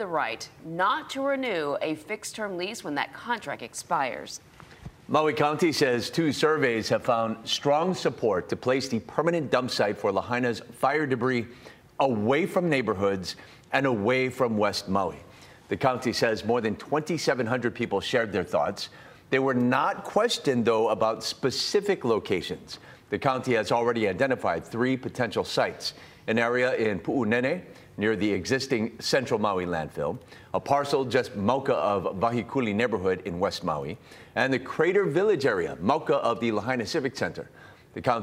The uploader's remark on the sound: live from the airport in Honolulu this morning